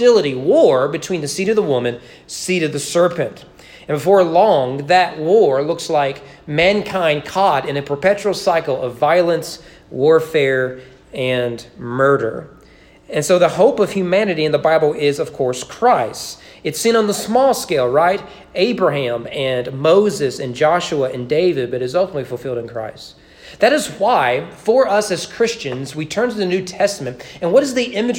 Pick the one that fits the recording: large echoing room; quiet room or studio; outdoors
large echoing room